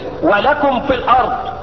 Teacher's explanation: الميم تخرج من بين الشفتين والفاء تخرج من اطراف الثنايا العليا اطراف السن العليا دي وبطن الشفه السفلى. · Term: اظهار